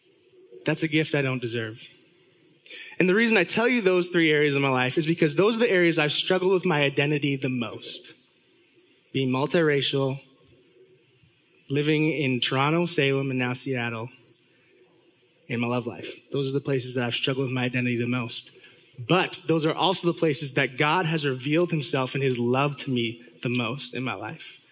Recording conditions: live audience